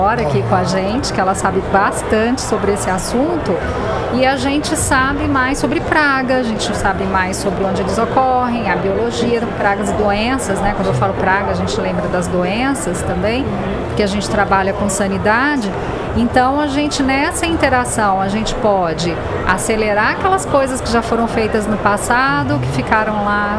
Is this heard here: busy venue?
yes